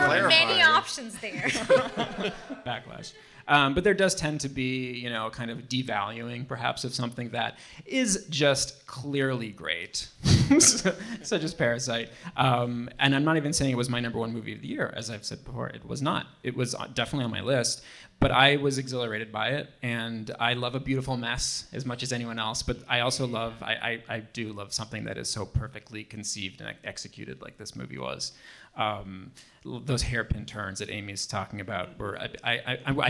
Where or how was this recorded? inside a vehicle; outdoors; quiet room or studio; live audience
live audience